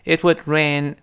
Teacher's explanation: would 那个的一定失去爆破了。因为它是爆破音，后面那个 rain r 是另外一个辅音嘛。it wouldrain，不要读 rain，那是介质了啊。rain，rain，下雨。然后 cats and dogstoday，就天下什么呢？下猫和狗了，哎，这又出现另外一个重要习语叫 rain cats anddogs，就是天下大暴雨。